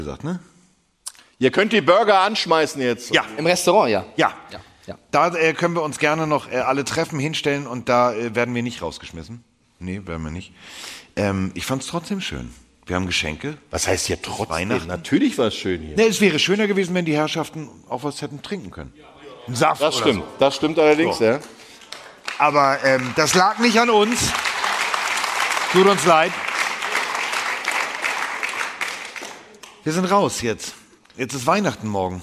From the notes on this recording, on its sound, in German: Machen die Weihnachtsfolge Live aus Stuttgart! Volles Haus und wie auch schon in den Städten zuvor eine grossartige Stimmung.